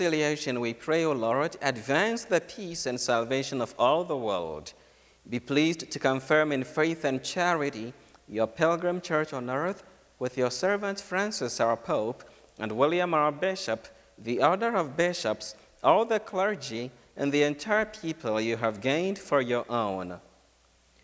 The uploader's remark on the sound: From Holy Spirit Catholic Church in Creston, IA